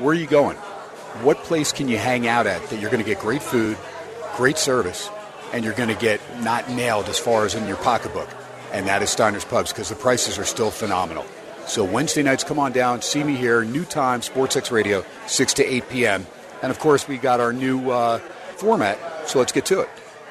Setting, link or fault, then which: setting, busy venue